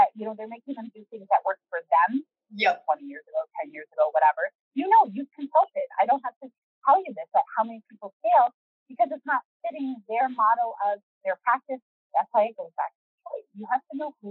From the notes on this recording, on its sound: We are aware of the audio issues in this episode.